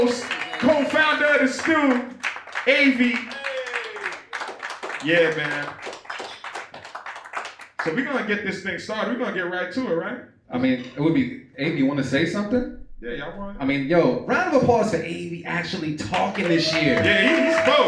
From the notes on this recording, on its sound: The Beat Club Podcast LIVE stopped by Maggy's Lounge in Quincy, MA, to put on our monthly live show for producers. New faces & new beats were in the building during our open producer showcase.